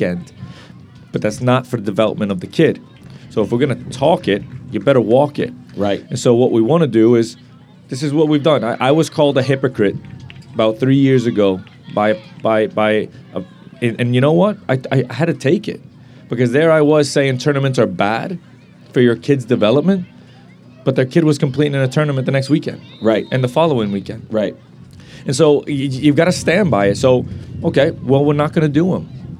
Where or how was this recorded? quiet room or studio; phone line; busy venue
busy venue